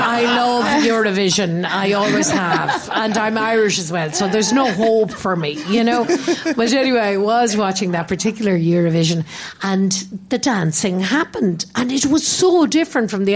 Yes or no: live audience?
yes